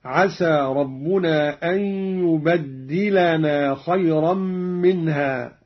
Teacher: قوله تعالى: عسى ربنا أن يبدلنا خيرا منها، قرأ قالون بتشديد الدال، هكذا عسى ربنا أن يبدلنا خيرا منها، على التكثير.